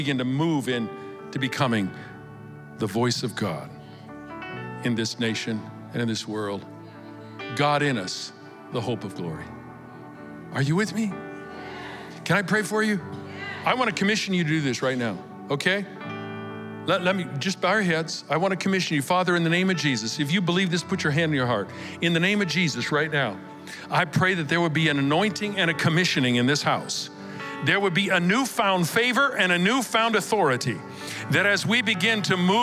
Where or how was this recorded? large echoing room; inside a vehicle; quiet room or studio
large echoing room